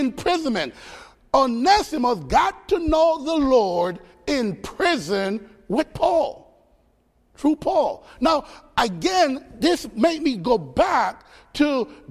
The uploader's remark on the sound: Faith Baptist Church in Hamilton, NJ.